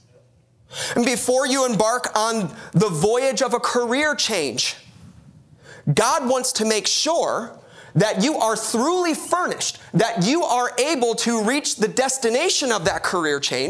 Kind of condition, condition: setting, large echoing room